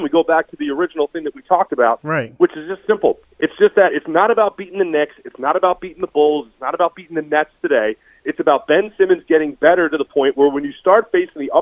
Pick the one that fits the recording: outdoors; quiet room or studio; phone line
phone line